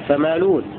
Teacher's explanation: كلمة فمالئون لابد من ضم اللام بعد حذف الهمزة، هكذا فمالون.